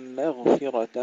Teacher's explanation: ترقيق الميم ثم تفخيم الغين مع الرخاوة. مغفرة منه وتفخيم الراء لغير ورش.